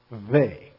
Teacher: Porque la letra V, que el judío no pronuncia esto V, pronuncia V, ¿ok? Decimos V fricativo, ¿ok? Con los dos labios